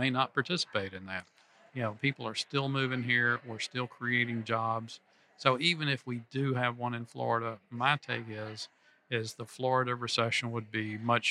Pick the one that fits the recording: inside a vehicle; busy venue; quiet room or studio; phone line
busy venue